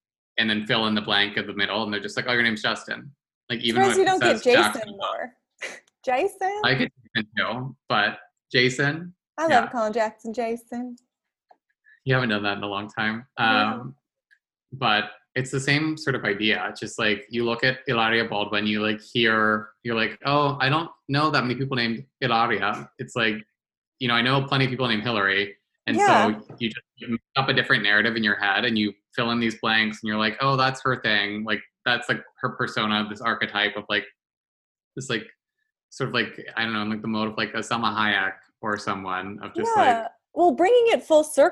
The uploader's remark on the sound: hopped on a zoom